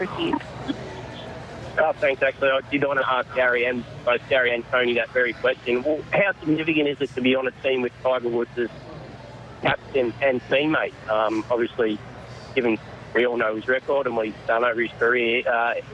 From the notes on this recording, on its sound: special Presidents Cup press conference